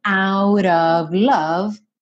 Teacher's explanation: Esse of, que se escreve OF, sempre, sempre, sempre vai ser pronunciado OV, ok? E no out of, também tivemos uma redução do T para rarara